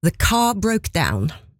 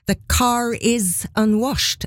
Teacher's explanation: R-en ikke uttales i slutten av ord annet enn når det er det neste ordet i setningen begynner på vokal. Ja, den slenges med på en måte. · Term: ikke-rotiske